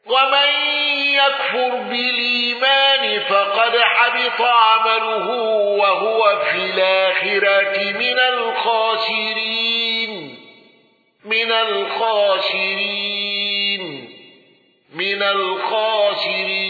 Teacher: يعقوب بالوقف بهاء السكت